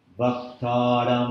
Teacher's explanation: In the double one, where you see the double vertical lines over it, when you first hit the syllable, the vowel sound, or the consonant, wherever the swara mark is, the double swara mark, you stay at the same middle tone, but you hold it for an extra beat. And on the second beat is when you go up.